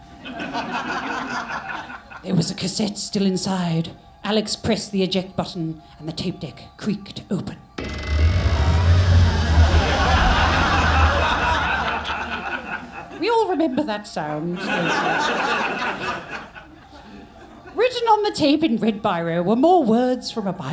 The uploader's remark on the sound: Live from London Podcast Festival. Recorded live. From the London Podcast Festival 2023.